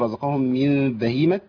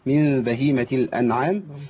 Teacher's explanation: عندي غنة حركتين نتيجة الإضغام